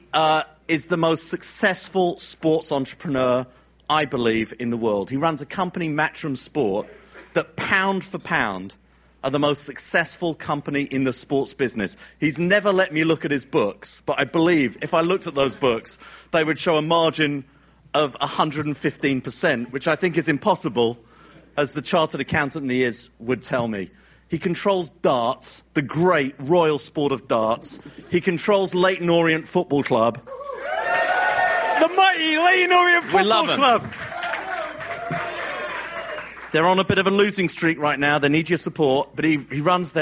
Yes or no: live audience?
yes